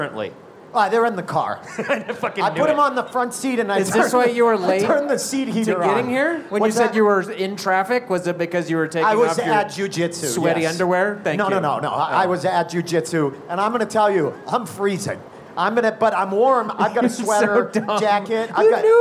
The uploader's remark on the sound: In a very special LIVE episode from Number 38 in Denver, Colorado.